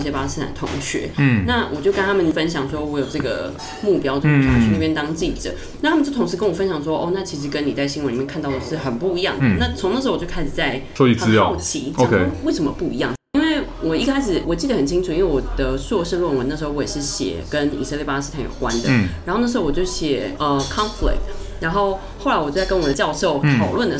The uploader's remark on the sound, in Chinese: 本集白噪音指數：蚊風級 1/5。帶著老公及小女兒親臨錄音現場。錄音地點： The Gathering Cafe 齊客咖啡。